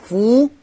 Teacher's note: أتم ضم الشفة لإتمام حركة ضم الفاء